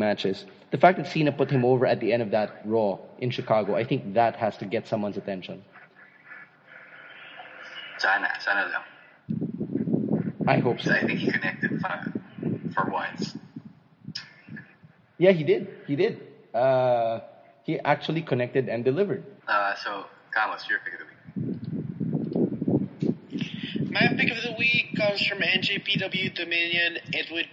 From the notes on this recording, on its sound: We got rained out. Since we were all home, we decided to try the magic of technology and record through Skype! Recorded in our underwear and pantulog.